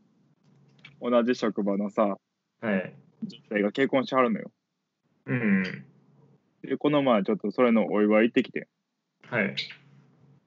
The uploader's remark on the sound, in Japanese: かわいい文鳥の鳴き声がはいっています。Skypeによる収録のため、音声の悪い箇所がありますがご容赦ください。